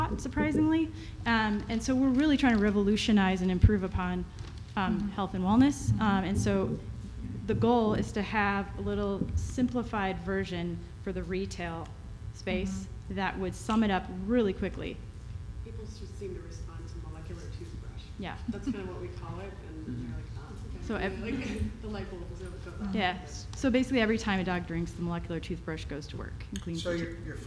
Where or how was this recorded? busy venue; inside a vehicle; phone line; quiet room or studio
busy venue